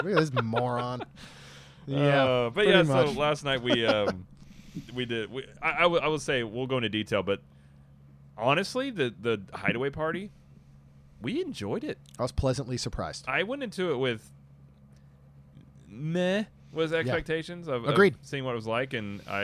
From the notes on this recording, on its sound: on location at Disney World!